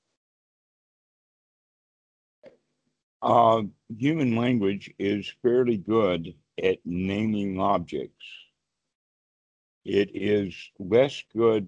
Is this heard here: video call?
yes